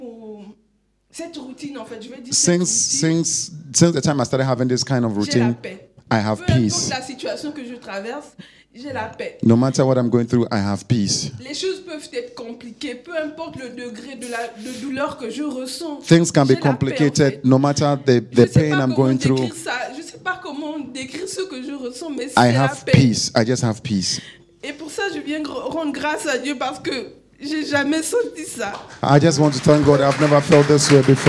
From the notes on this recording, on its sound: Preached during Joyful Hour Sunday Service